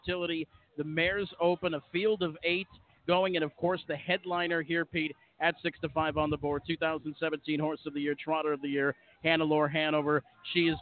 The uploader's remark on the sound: Kicks off the first of two live remotes at The Meadowlands on Saturday night.